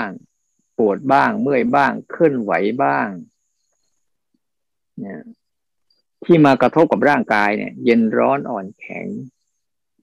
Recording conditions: video call